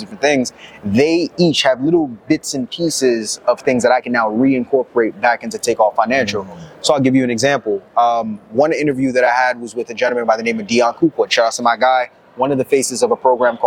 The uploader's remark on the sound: the first of 3 interviews recorded during investfest Weekend